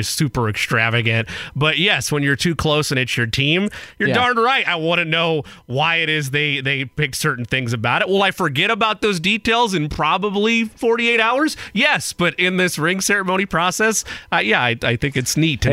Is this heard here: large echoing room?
no